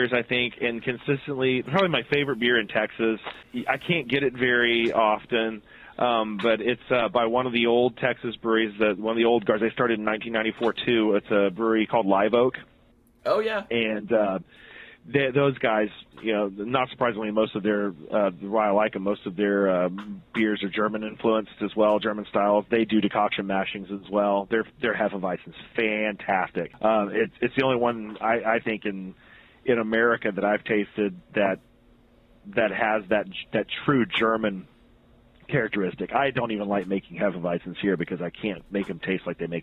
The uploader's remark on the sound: had the chance to talk to him on the phone